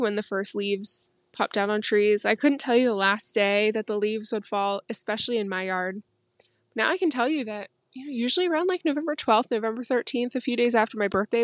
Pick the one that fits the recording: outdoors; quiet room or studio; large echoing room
outdoors